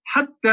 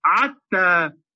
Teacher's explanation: أيضا قريب من العنعنة حاجة اسمها الفحفحة، الفحفحة هذه في لغة هذيل، كانوا يبدلون الحاء عينا · Shown in: second take